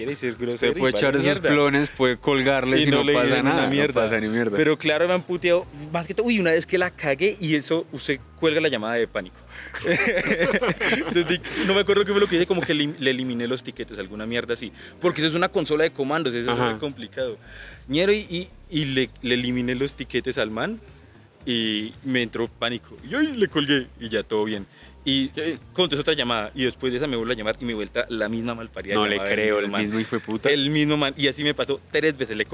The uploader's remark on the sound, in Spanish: Nuestro primer capitulo en vivo en la calle, hablando enfrente de la gente y seguro de muchas personas que jamás nos han escuchado.